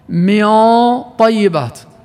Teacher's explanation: فلأن الطاء مفخمة خرجت الغنة مفخمة ومخفاة من مخرج الطاء · Term: الإخفاء الحقيقي